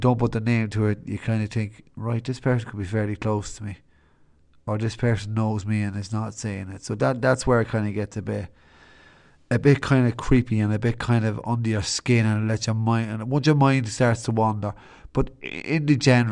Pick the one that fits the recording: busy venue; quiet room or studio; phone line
quiet room or studio